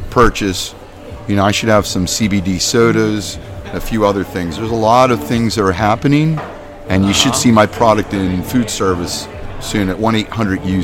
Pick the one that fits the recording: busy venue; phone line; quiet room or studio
busy venue